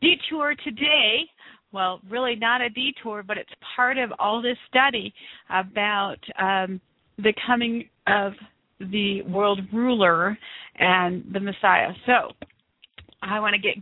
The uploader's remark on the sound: This show is the FIRST LIVE CALL-IN SHOW.